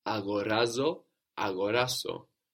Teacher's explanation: So it's raz that's taking the accent and which changes. · Term: accented syllable